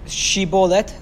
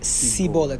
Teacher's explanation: instead of saying the word shibolet, they would say sibolet with an S. · Shown in: second take